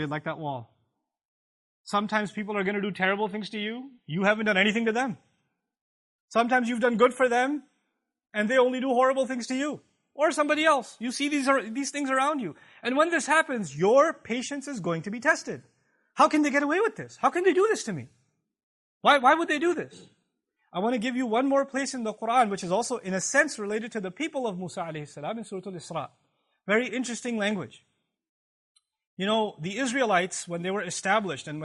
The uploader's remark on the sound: This Khutbah was recorded on October 6th, 2017 at the Euless Campus